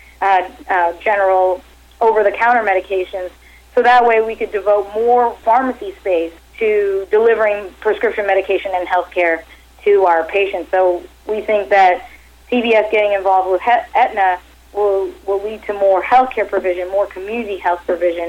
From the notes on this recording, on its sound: called in to SmallCapVoice.